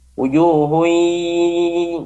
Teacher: Wujuhun, ya, dengungnya idgham bi gunnah, ya, memasukkan dengan dengung. Wujuhun, ke hidung dengungnya. Wujuhun, jangan di mulut.